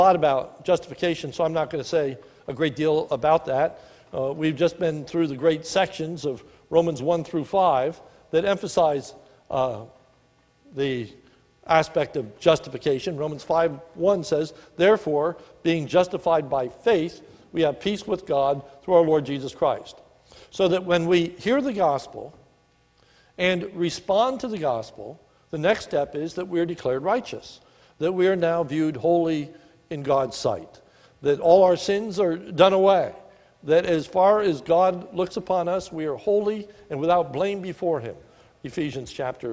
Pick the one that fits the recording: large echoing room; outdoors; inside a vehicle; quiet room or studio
large echoing room